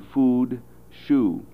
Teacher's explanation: Vowel 13 is the high back-rounded vowel U, as in food, shoe. You should note that in most American pronunciations, we do not have a fully back U.